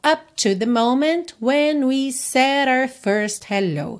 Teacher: To the moment, então não precisa fazer o up, não precisa marcar o P, tá? A consoante oclusiva você pode só encerrar o som da vogal